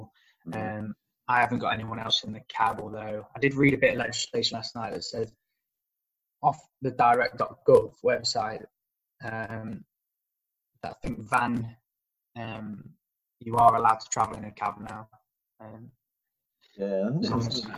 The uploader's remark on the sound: Apologies for the sound quality from 30mins onwards slight distortion